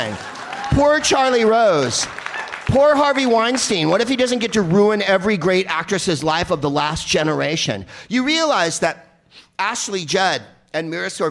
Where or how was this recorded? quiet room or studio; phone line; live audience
live audience